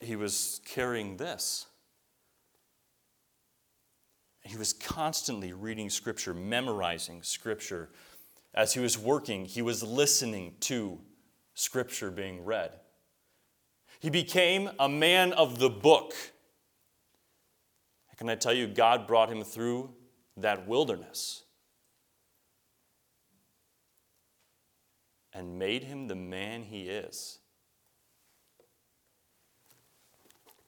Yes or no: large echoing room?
yes